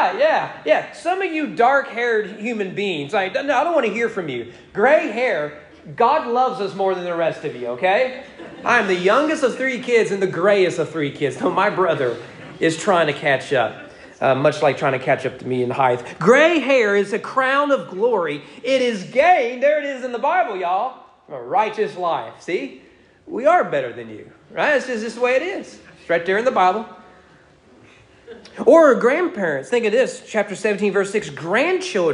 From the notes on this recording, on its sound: Sermon preached at East Frankfort Baptist Church on May 8, 2022 on Mother's Day during morning worship.